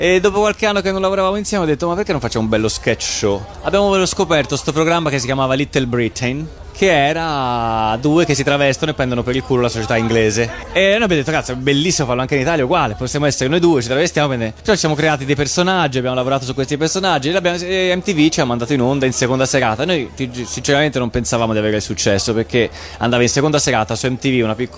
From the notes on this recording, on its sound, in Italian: Da Etna Comics 2016 la nostra intervista